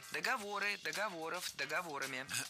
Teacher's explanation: ударение в слове «договор» не двигается, всегда остается на третьем слоге. · Term: неподвижным ударением на основе